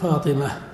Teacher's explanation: فاطمة تنطقها جمهور العرب بالفتحة الخالصة